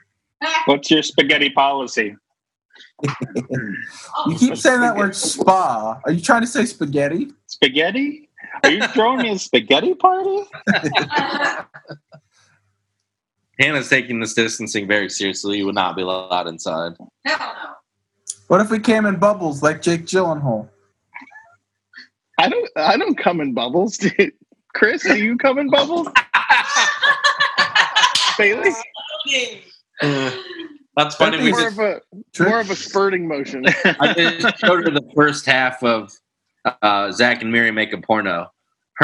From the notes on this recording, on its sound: The audio quality of this episode may be lower than usual as it was recorded using Zoom.